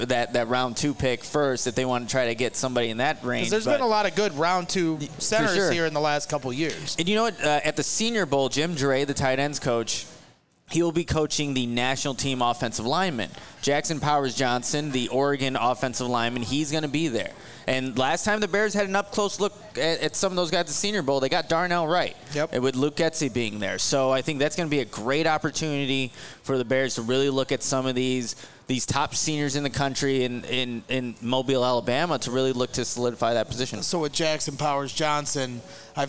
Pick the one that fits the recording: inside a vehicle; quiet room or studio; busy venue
busy venue